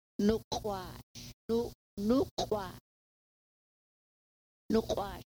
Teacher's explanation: That's a hard K back KW. You know, you say it way back and you make your throat vibrate way in the back